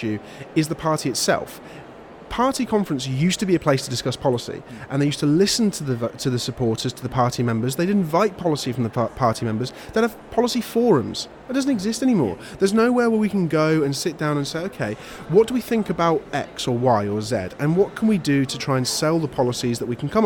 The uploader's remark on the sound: live at the Conservative Party Conference 2022